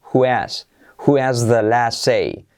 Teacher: Y mirad cómo la H también la omitimos.